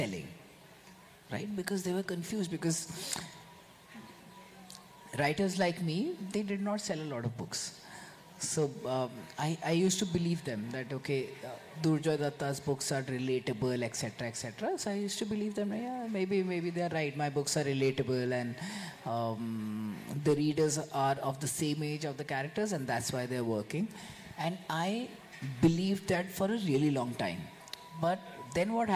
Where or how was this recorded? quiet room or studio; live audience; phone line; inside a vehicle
live audience